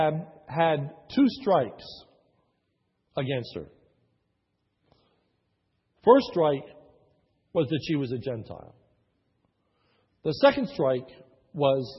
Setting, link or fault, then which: setting, large echoing room